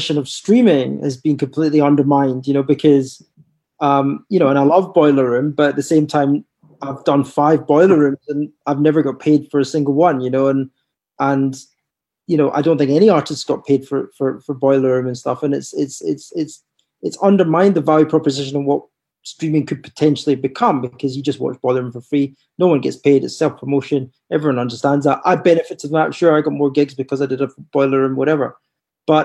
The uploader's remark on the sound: This discussion initially happened over live stream in April just as Covid-19 lockdown had been put in place. This was our first digital panel so apologies for the audio quality.